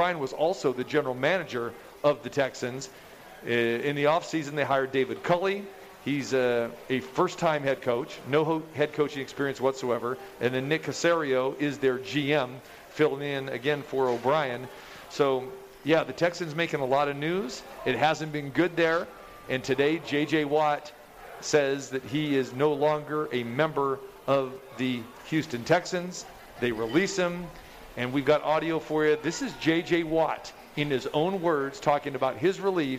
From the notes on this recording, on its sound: Live From The Cosmopolitan